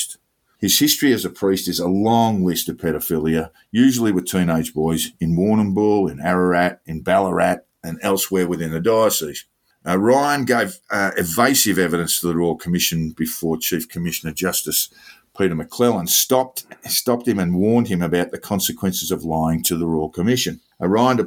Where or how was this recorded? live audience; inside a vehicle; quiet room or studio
quiet room or studio